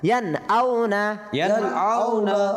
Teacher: ঠিক আছে না জি ইয়ান আউনা থেকে আবার কি ইজহার কেন নুন সাকিনের পরে হামজা আসছে আমরা জানি হামজা কিসের হরফ ইজহার হরফ হ্যাঁ তাহলে গুনার হবে না